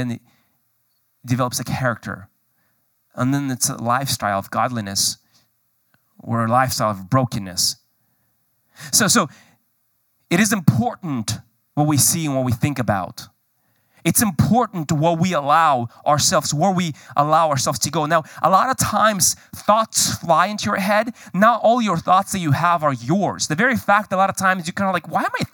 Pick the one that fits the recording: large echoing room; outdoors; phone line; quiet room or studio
large echoing room